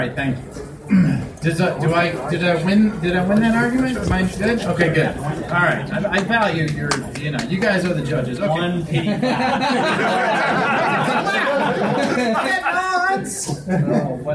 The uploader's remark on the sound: Panel at SC Comic Con 2017